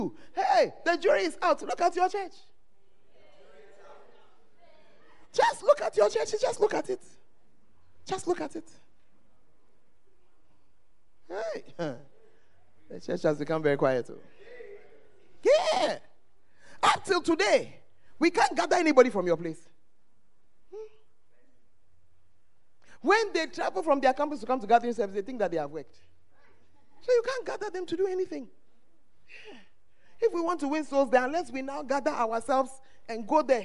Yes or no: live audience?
yes